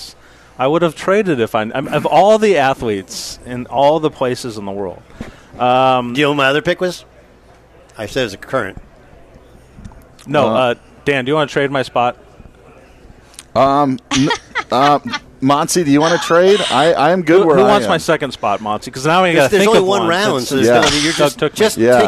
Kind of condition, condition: setting, busy venue